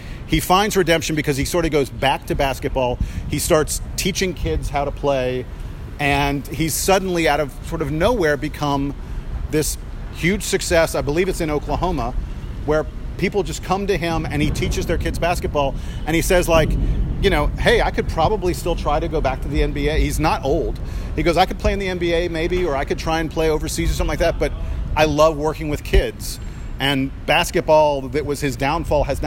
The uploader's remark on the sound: Live from the parking lot at Mercedes Benz stadium